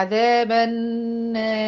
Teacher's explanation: يبقى عذاب النار اهو مثلا اقف عليها بالريه بالتفخيم، لكن النون مرققة ما هياش مفخمة نهائي. لا، مفيش ولا غنة مفخمة ولا أي حاجة، النون دي مشددة عامل لها غنة، والنون مرققة ملهاش أي علاقة بالتفخيم نهائي، ده خطأ تلاوة، خطأ إيه، تلاوة يعني، خطأ في التفخيم والترقيق.